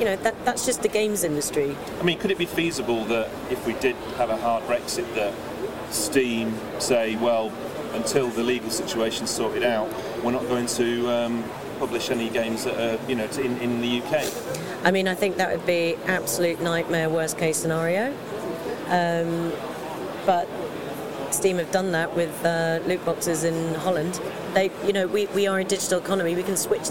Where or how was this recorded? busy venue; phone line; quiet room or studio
busy venue